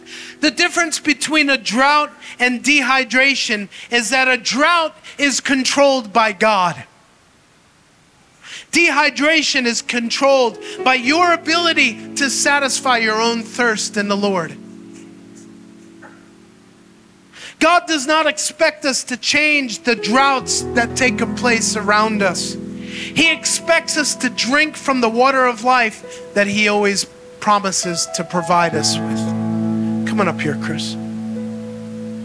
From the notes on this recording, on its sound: Recorded in Maranatha Family Church Kabacan, North Cotabato, Philippines.